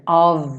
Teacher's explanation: of é sempre pronunciado como um V · Term: som de V